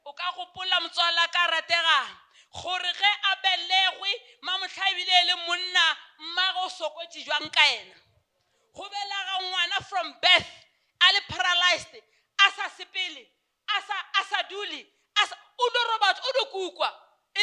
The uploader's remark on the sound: Visited our church as a guest speaker. During the Faith Heritage Convention. Preached this sermon during our Sunday service.